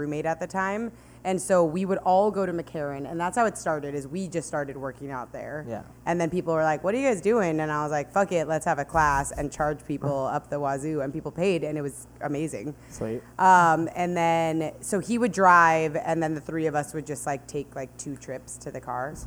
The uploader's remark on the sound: This weeks podcast was recorded in As Is NYC - a bar in Hell's Kitchen.